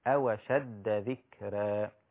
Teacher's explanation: آباءكم طبعا المد هنا ست حركات، المد المتصل ست حركات، آباءكم أو طبعا الميم كما قلنا الميم الساكنة بعدها همزة ميم الجمع تمد ست حركات بالإشباع، أوشد ذكرى وهذا كما قلنا قبل ذلك يسمى النقل، نقل حركة الهمز إلى الساكن قبلها، حركة الهمز اللي هي الفتحة إلى الساكن قبلها اللي هي الواو